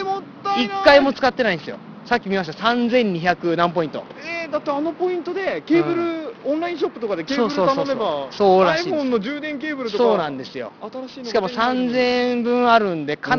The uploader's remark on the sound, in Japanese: Apple Ginzaで並びましょ！今回は外での収録のために音質がいちじるしく悪いですがご了承下さい。Apple Ginza に延々と伸びるiPhone 4Sの行列。